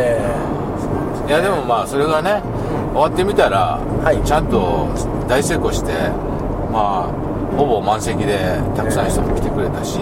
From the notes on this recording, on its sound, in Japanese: ドライビング対談収録をいたしました